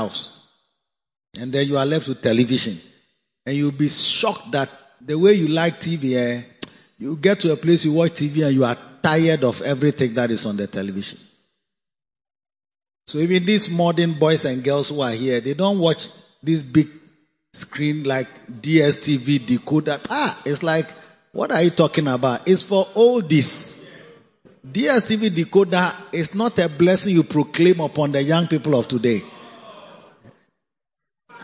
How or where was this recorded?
large echoing room